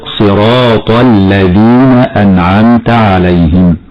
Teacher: والراء في كلمة صراط مفتوحة حكمها التفخيم، والألف بعدها تمد من قبيل المد الطبيعي في حالة الوصل، والطاء مفخمة